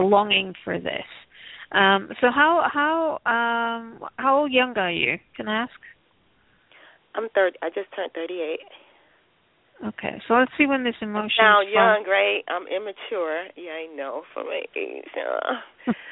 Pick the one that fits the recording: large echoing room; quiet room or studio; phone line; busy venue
phone line